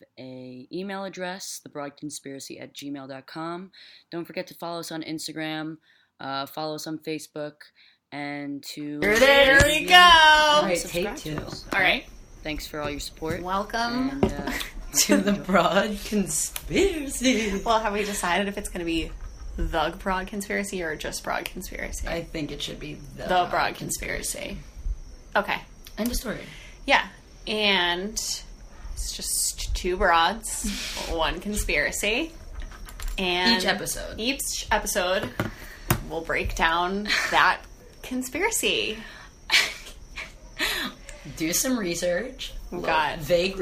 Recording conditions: sounds in the background